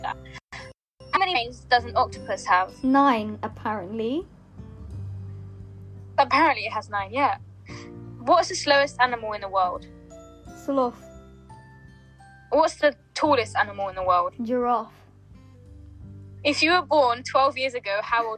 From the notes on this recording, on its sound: Each week during our sessions (held via Zoom).